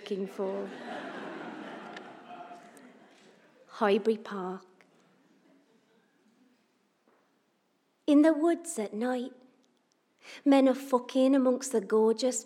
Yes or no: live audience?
yes